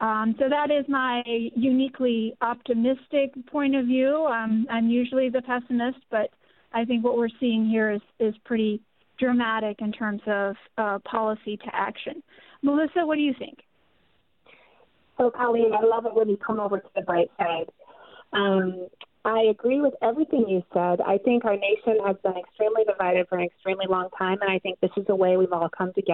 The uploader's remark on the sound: THIS PODCAST WAS RECORDED THROUGH THE PHONE FOR THE HEALTH AND SAFETY OF ALL PARTICIPANTS AND TO FOLLOW CURRENT RECOMMENDED HEALTH GUIDELINES.